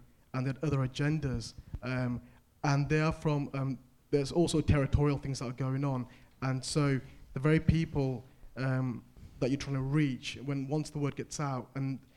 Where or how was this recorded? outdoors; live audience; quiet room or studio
live audience